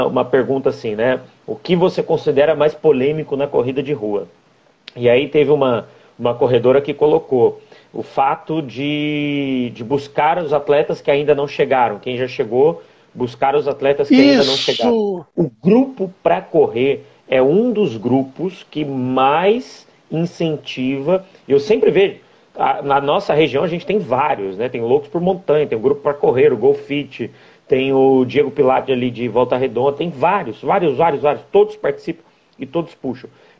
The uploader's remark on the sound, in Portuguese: Live no Instagram